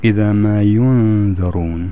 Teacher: أعطي زمنا للإخفاء مقداره حركتين